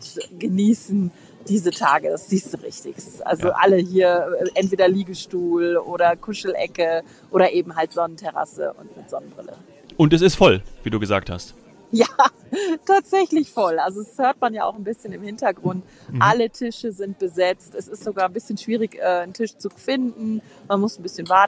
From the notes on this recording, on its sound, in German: Live aus dem Skigebiet.